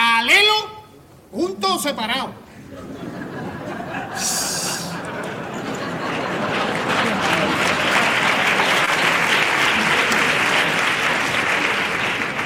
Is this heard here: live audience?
yes